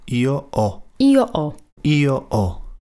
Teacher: Piszemy io ho, ale czytamy io o, ponieważ H w języku włoskim jest bezdźwięczne.